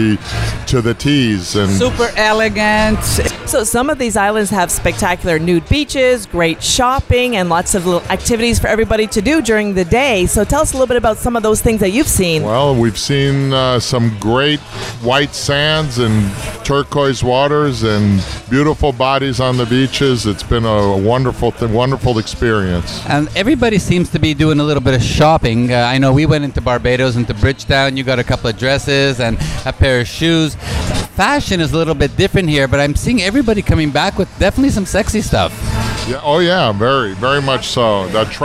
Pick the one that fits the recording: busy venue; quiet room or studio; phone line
busy venue